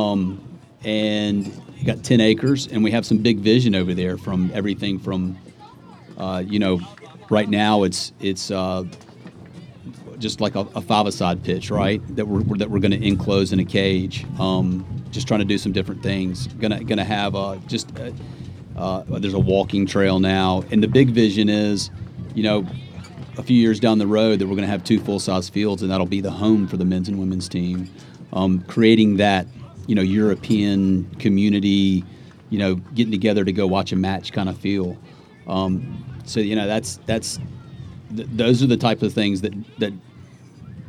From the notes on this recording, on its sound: Live at the Eastern Shore Premier Cup